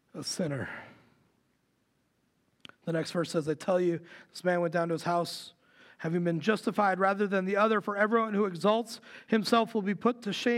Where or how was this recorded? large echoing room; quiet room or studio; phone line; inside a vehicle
large echoing room